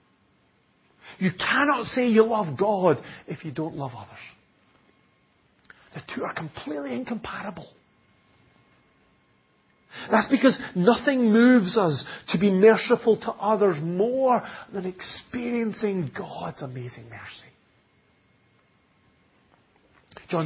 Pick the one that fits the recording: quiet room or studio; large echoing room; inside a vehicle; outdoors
large echoing room